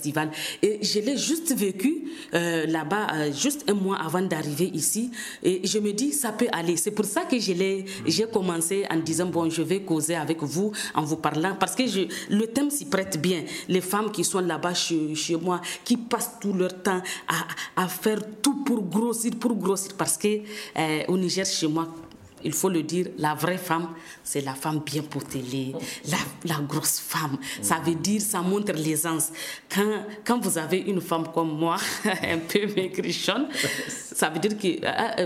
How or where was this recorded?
busy venue